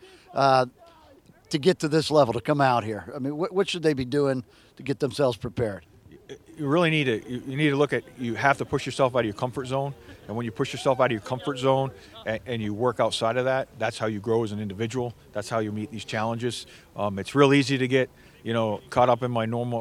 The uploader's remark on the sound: On Location at Spartan Winter Agoge 001